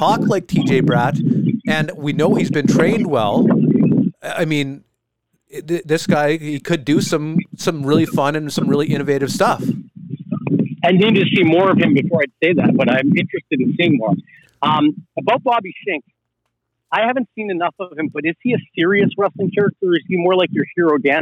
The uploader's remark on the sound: Did his part in the midst of an 8km walk and it sounds like he’s in a wind tunnel.